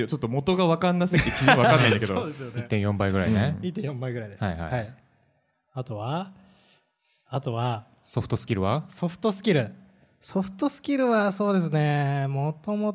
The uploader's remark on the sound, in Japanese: 200回記念の公開収録です！当日の様子をなるべくお届けできるように、BGMなし、カット少なめでお送りします。イベント当日はLT会と公開収録、懇親会と大盛り上がりし本当にありがとうございました。